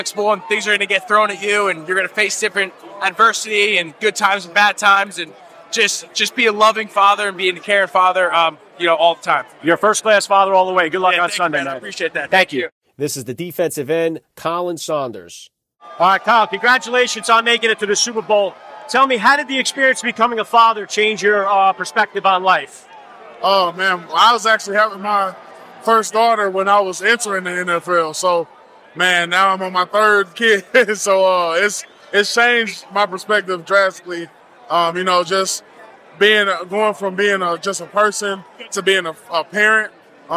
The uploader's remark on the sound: Super Bowl 57 Media Day. First Class Fatherhood was live from the Footprint Arena in Phoenix, Arizona.